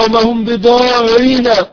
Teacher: فالراء إذا كانت مشددة فإنها تعامل معاملة الحرف الواحد، فهي مشددة مكسورة، فيكون حكمها الترقيق قولا واحدا. فيكون قوله سبحانه وتعالى: وما هم بضارين، فترقق راء، ولا اعتبار بالمدة قبلها مع الفتحة، لا اعتبار بذلك.